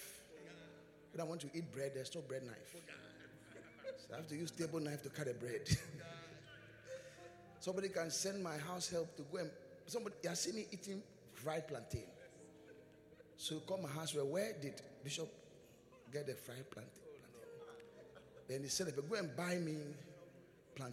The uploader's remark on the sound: Preached at the Qodesh